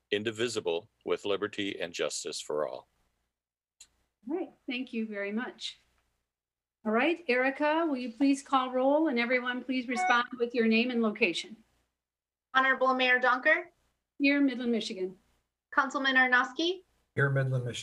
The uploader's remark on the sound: This is a regular meeting of the Midland City Council. This was an online Zoom webinar brought to you the MCTV Network and the City of Midland.